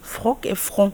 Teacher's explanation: ça commence toutes les deux par la consonne F, et donc qui est une fricative F. Donc voilà, le souffle qui sort comme ça.